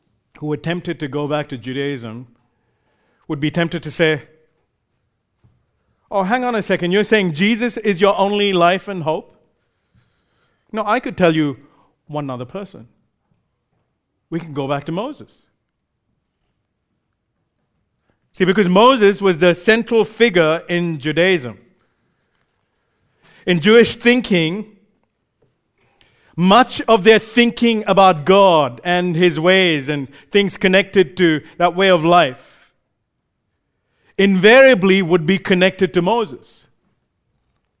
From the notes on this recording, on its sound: recorded live at Grace Community Bible Church